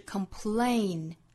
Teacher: 以会有一点不好发，不要发成 complain，应该是 complain。lane 这个音我们汉语之中是没有的，所以大家可能会去找我们汉语比较相近的发音，比如说像 lay 啊，或者是像 len 啊等等这样的音。但是其实 lane 这个音是英语里面才有的，双元音的 a 后面接一个鼻音，就是 lane 的发音了